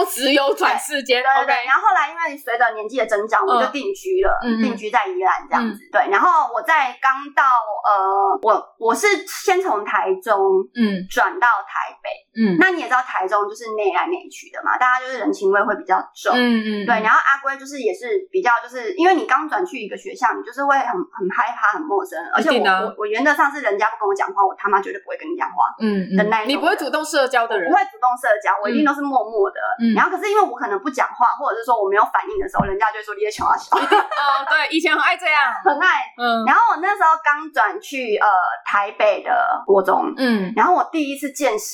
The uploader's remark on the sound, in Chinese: 本集音質不好